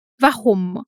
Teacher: Note que a palavra termina com um M. Isso significa que temos que fechar os lábios ao final.